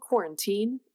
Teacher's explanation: I prefer to pronounce quarantine with the accent on the third syllable